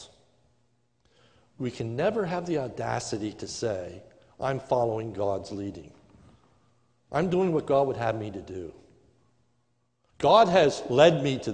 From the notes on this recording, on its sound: This is a sermon recorded live at Lebanon Bible Fellowship Church in Lebanon, PA on 8-16-2020 during the morning service